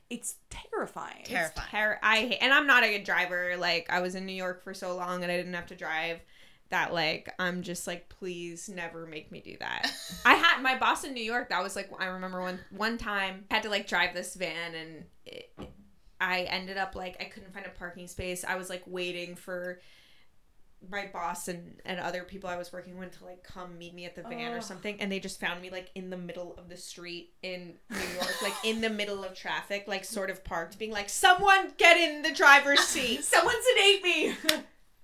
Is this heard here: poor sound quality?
yes